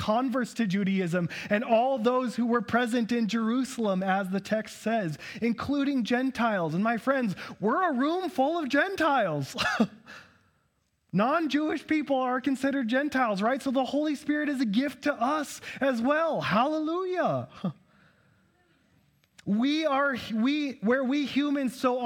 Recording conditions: large echoing room